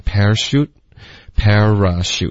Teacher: para 的这个 r 的音节没有听见，发成 parachute, parachute, OK,三个音节